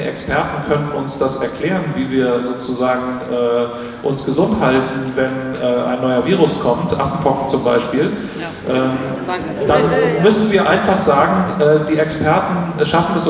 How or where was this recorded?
busy venue